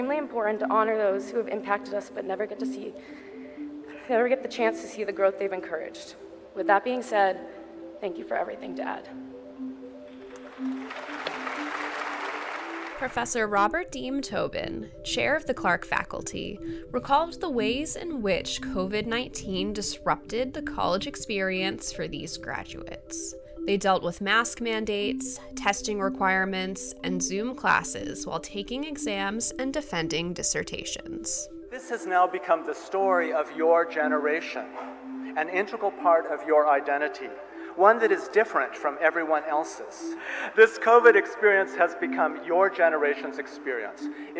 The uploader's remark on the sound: Sounds from Clark's 118th Commencement Ceremonies